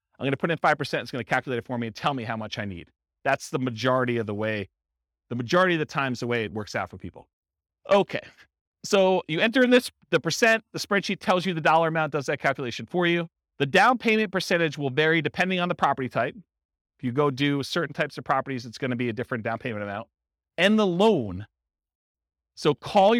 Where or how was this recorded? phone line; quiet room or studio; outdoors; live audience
live audience